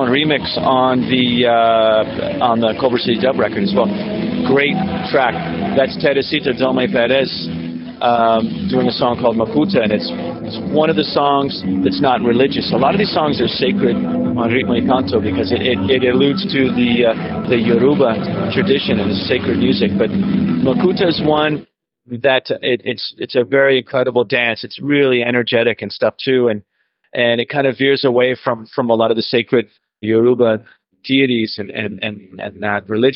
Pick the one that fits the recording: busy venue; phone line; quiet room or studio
busy venue